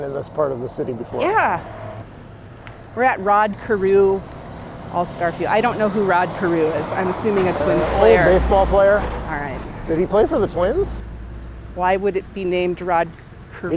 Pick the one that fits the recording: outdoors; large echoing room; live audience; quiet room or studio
outdoors